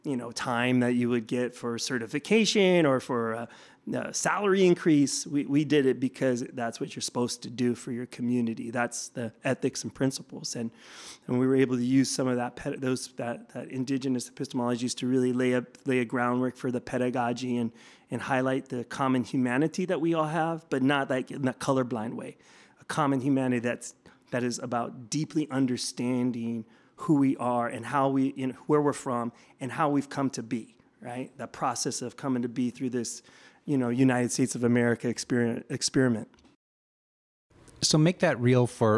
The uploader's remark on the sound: We spoke with him at the 2023 White Privilege Conference in Mesa, Arizona.